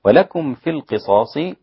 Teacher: إذا وصل حمزة أدغم بلها غنة